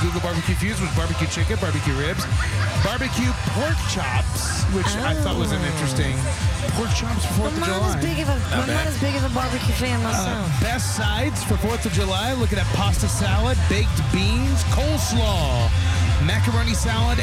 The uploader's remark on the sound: we broadcasted live from The Banks for the Tay-gate